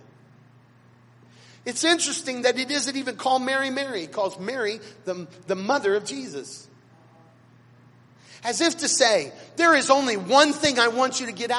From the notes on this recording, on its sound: recorded at Chapel North on Sunday August 14th, 2016